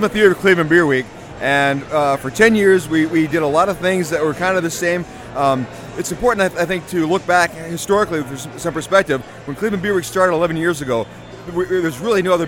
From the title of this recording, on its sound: Live From Night At The Brewseum